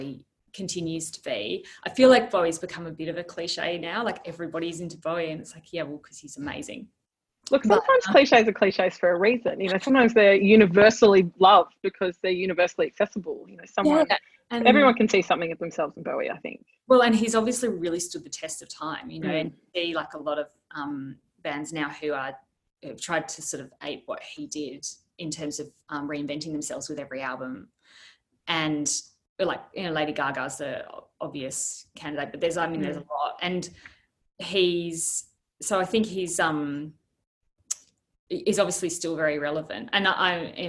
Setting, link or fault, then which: link, video call